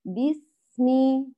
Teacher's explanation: مع مراعاة إتمام كسر الباء وكسر الميم وجريان الصوت والنفس في السين. الحرف رخو مهموس، وأيضا مراعاة الصفير في حرف السين.